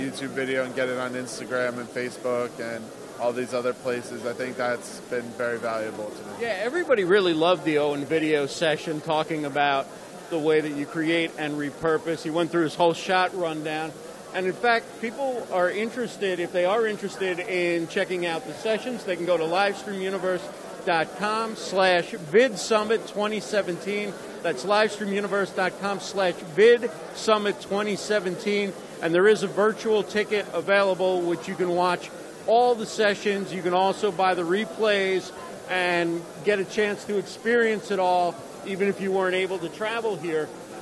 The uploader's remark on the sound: Live at VidSummit 2017 in Los Angeles.